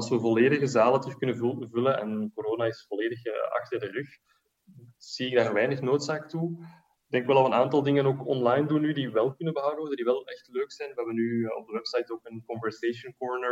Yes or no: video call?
yes